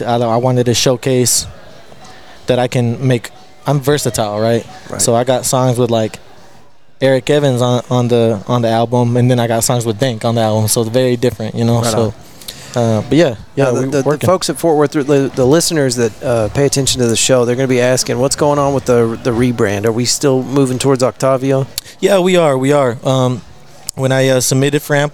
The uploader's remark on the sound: We were invited to Tulips for an excellent night of music and podcasting with some of our cities most well-known hip hop artists for this recording.